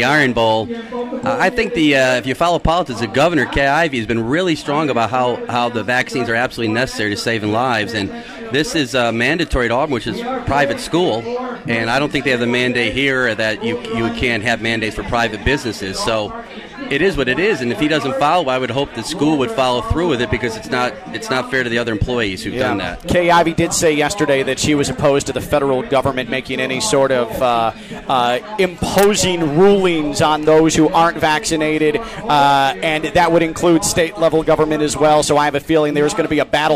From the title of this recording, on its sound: Full Show LIVE from the Roofclaim.com Boca Raton Bowl Golf Outing